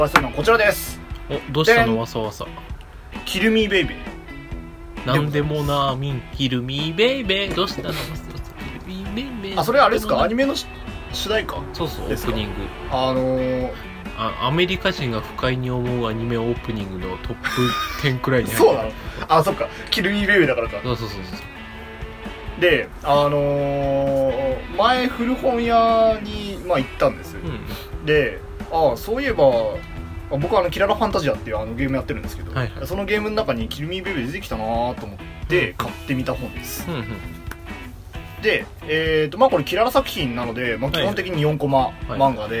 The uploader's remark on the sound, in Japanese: 今回も午前収録だけど大丈夫！？録音機材：iPhone7。